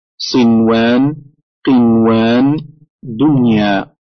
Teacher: كلمات ثلاث لا تدغم ولا تغن وإنما تظهر